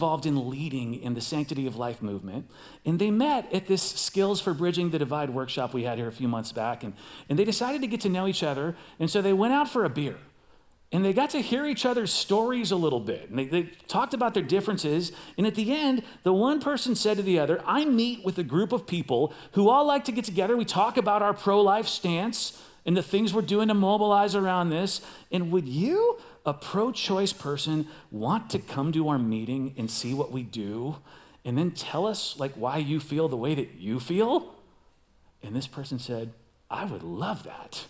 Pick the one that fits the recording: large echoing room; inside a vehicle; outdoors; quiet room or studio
large echoing room